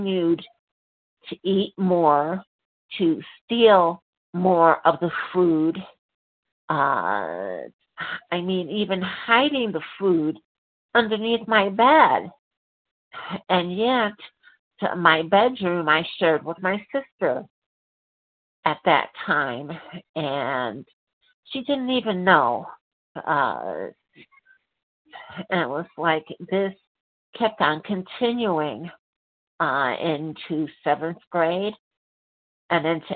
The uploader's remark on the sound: 100 Pounders Phone Meeting